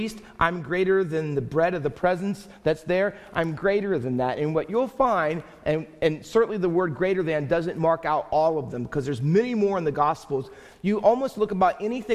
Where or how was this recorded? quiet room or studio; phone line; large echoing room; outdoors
large echoing room